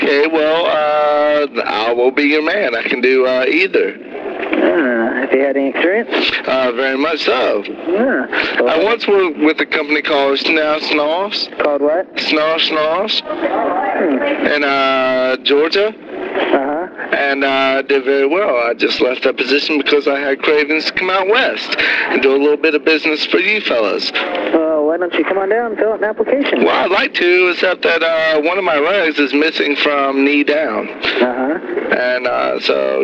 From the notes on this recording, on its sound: …'s Personal Prank Phone Calls Collection.